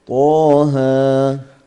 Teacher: حرف مد حرفي طبيعي لأنه يقع في الحروف وليس في الكلمات، ومقداره طبعا حركتين مثل المد الطبيعي